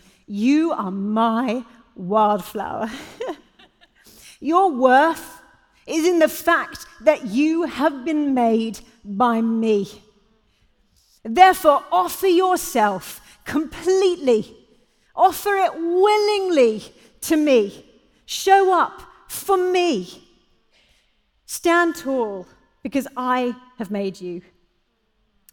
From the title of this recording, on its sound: Live at The Orchard Conference 2022